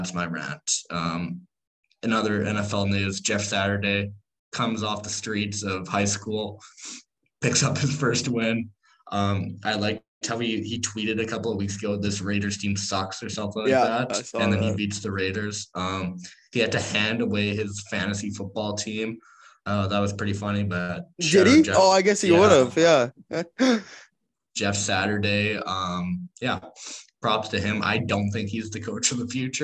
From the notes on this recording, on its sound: Another episode, another zoom call.